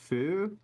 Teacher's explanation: the F is a little weird because it's a bilabial sound